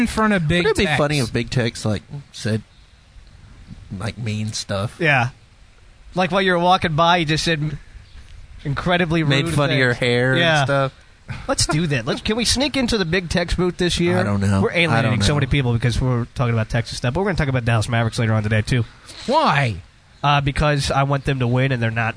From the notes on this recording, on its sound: The show goes on location at a local college for a two hour show!